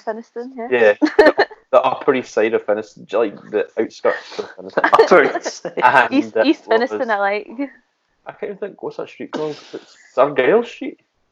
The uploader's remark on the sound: Forgive us the audio quality as we attempt to record over the seas for the first time.